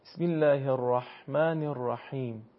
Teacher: حرف ها برخلاف ظاهرش اصلا درشت و پرحجم تلفظ نمیشه. یعنی نمیشه بسم الله الرحمن الرحیم، نه، بسم الله الرحمن الرحیم.